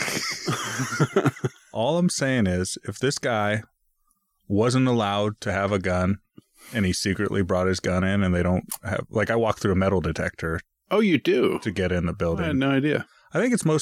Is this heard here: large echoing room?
no